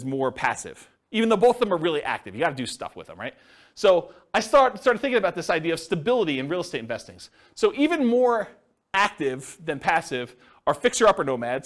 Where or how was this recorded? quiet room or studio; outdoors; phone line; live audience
live audience